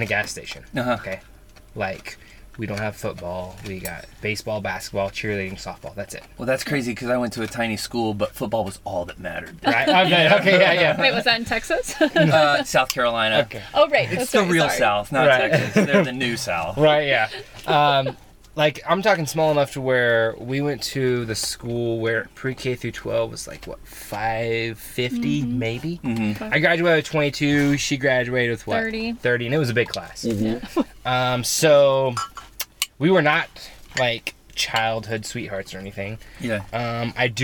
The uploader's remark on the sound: From the van. Living and working full time in their van.